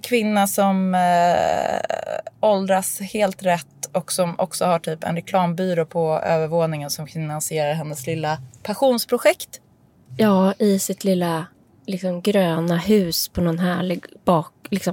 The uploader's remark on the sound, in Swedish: Från ett hotellrum i Köpenhamn till en elbil på Söders höjder … Där skedde nämligen dagens inspelning.